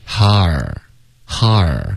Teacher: 它不是一个双元音滑动它只是一个 a 哈然后再滑到一个儿音